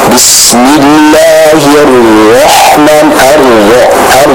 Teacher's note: Itu adanya pengulangan atau adanya getaran pada huruf ra tersebut.